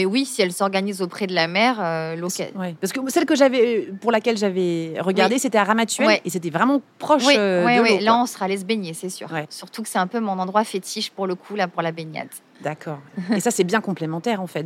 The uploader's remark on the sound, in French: On devait enregistrer dans une salle fermée au calme, on s’est retrouvées dehors sous les avions à côté de la plage des Catalans, avec un vent qui faisait voler mes feuilles de papier scribouillées. J’étais persuadée qu’elle ne parlait pas assez proche du micro (alors que bien évidemment c’était parfait)!